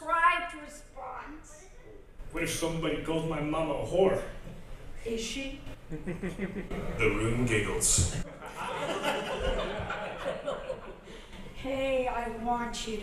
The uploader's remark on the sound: Live From L.A. Comic Con